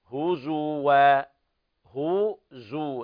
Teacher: نفس زمن الضم في الهاء هو مقدار زمن الضم في الزاي